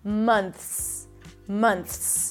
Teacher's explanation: You stick the tongue out for the TH, month. It's a soft TH, allow the air to pass, and then you bring the tongue back in for the S.